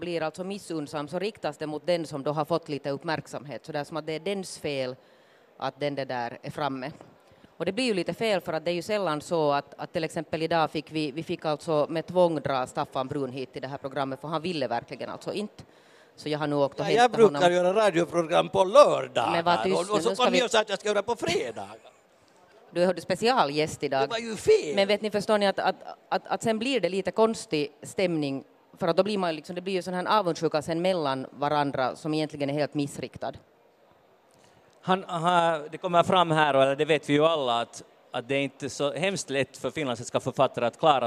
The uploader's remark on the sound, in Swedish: Podden Live från Bokmässan.